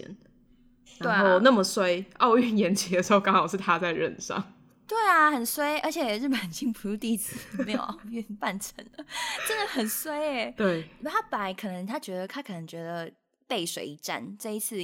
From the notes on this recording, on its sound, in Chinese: 直播節目會有一些現場音或不可抗力干擾。